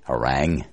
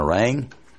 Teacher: use that Ulster widening of the short I to a short E